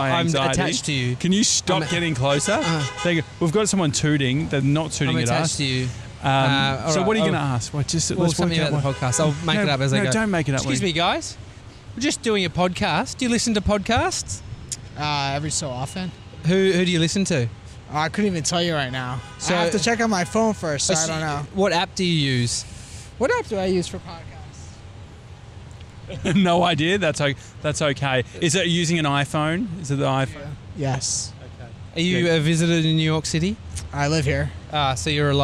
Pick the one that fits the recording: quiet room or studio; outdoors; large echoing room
outdoors